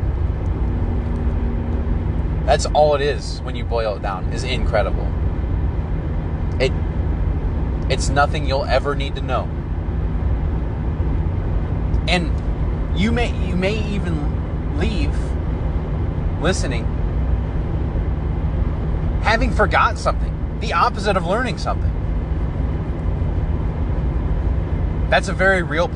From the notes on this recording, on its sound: Recorded while stuck in traffic on I-75 going into Ohio from Michigan.